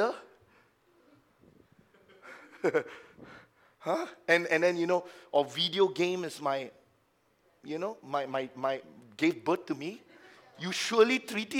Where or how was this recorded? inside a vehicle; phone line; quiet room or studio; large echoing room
large echoing room